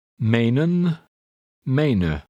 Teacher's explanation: The first E sounds like the double E because it occurs at the end of a syllable. Try to read 17 twice, with and then without the final N.